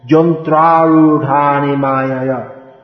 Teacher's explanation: the Y in Sanskrit often becomes pronounced as J. · Term: Y becomes j